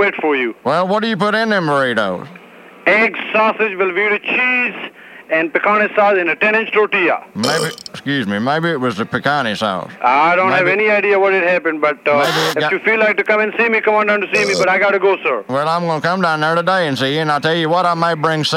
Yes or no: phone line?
yes